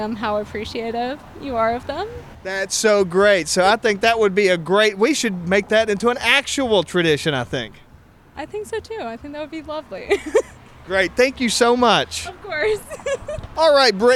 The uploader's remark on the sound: Here at Bar 101. First Tuesday event, a regular gathering for the young professionals group. The buzz inside is so loud that we decide to take our conversation outdoors.